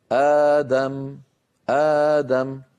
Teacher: أبدلوا الهمزة الثانية الساكنة حرف مد مجانس لحركة الهمزة الأولى · Term: مد البدل